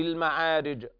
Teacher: والجيم في المعارج حكمها القلقلة عند الوقف عليها